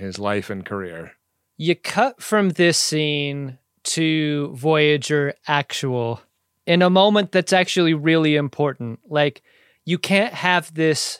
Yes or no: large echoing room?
no